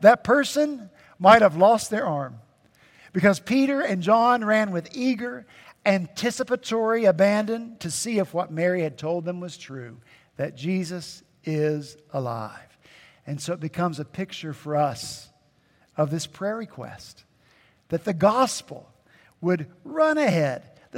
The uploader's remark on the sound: At Redeemer Presbyterian Church in Charleston, SC, our senior pastor preached.